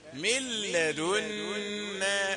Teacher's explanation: مش الحكم إدغام، النون سكنة مدغمة في اللام